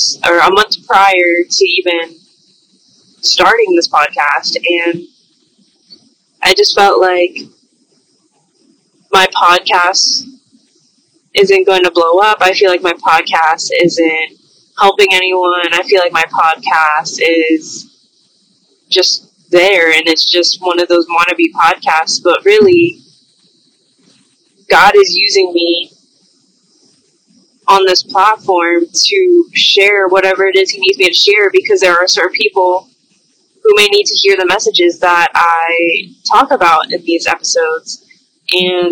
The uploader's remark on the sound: Although this episode is not high-quality audio, it is more authentic as if you're on the phone with her.